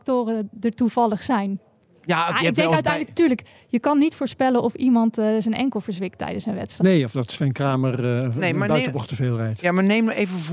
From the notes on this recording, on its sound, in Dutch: Live vanuit Papendal, op het evenement van OneXillium